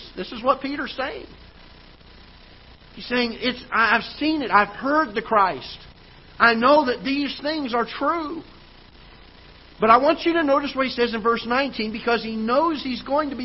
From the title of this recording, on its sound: Ketha Heights Baptist Church ~ Live Broadcast